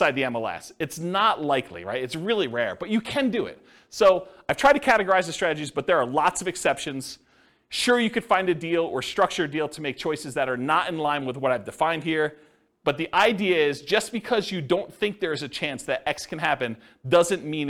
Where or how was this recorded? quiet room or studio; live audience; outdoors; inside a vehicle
live audience